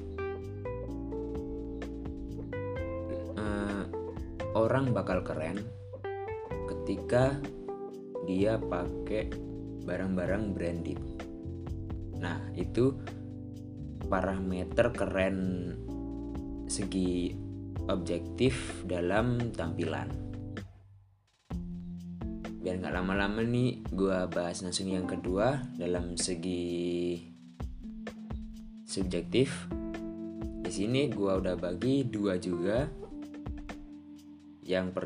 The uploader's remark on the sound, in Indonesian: Maaf, apabila kurang jelas dan banyak suara yang bocor.